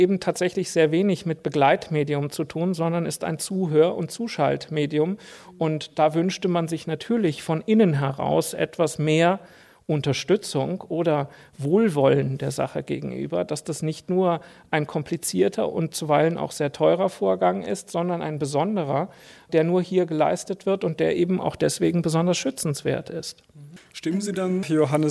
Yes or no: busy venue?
yes